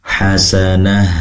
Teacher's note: Pastikan sifat hamesnya ha, yaitu mengalirnya udara atau nafas, yaitu menyebar di dalam dada, diperluas.